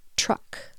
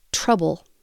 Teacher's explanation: Your tongue is probably on the palate of your mouth, and that gives it that nice sharp T sound.